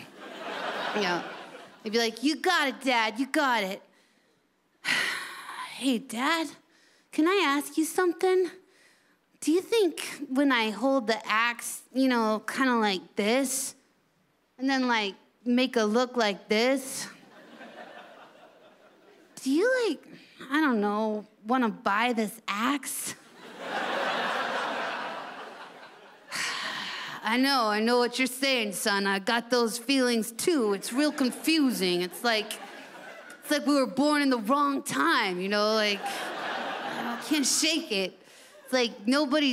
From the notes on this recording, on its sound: delivers at the Montreal Festival